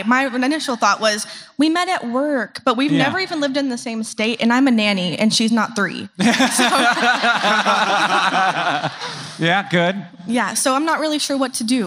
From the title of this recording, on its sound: Live in Atlanta, GA!